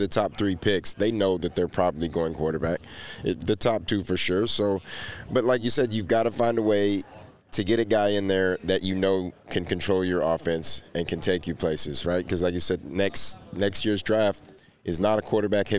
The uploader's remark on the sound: LIVE from the NFL Combine!